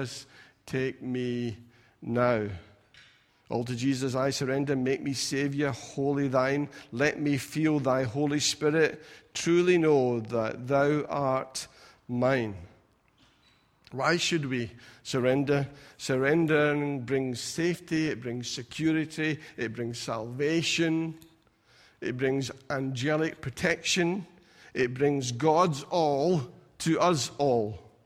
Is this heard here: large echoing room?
yes